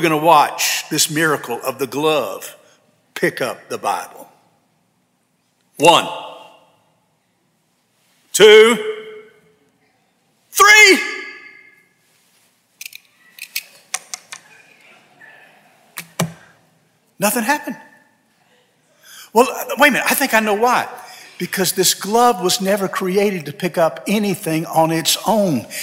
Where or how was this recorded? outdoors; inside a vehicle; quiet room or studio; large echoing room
large echoing room